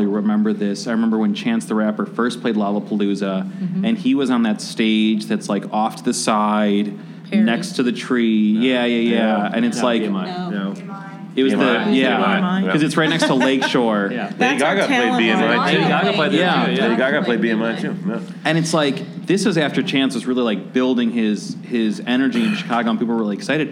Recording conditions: live audience